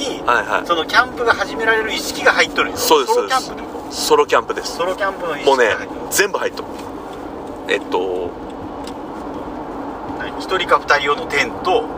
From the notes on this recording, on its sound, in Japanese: 車の中で収録してます。